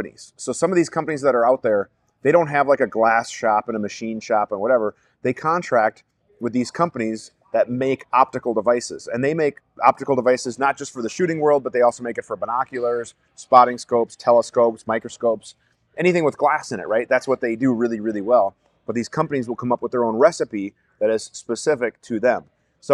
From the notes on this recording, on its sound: This episode will be live from the Rainier Arms Firearms Academy in Wichita, KS.